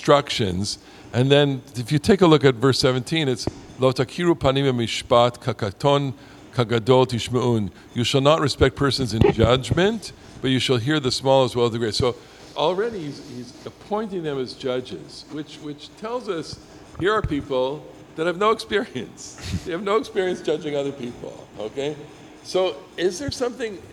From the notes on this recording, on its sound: Recorfded live in the Bamat at Ramah Berkshires - where Parsha Talk was born!